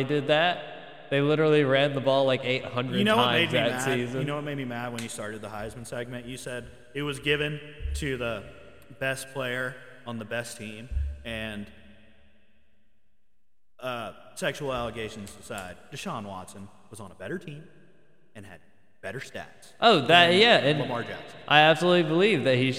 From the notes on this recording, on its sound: Sorry For The Echo!